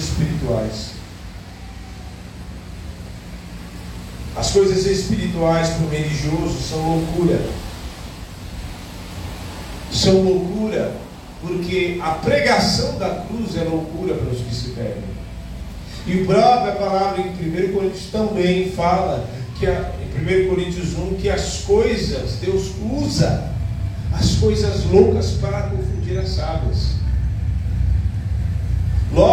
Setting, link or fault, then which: setting, large echoing room